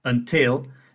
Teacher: So in the word until, the second syllable is stressed. The first one has a schwa sound in it